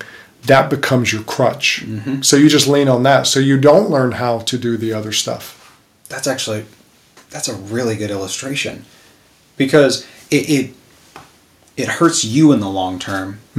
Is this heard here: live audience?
no